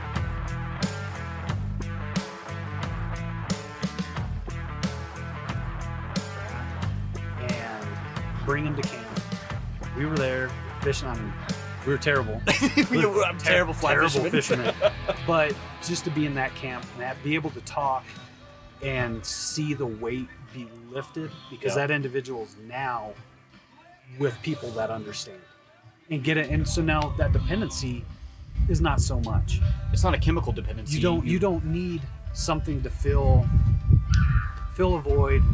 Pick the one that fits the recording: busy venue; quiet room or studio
busy venue